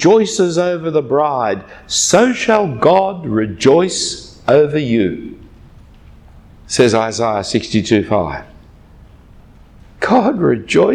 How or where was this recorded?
large echoing room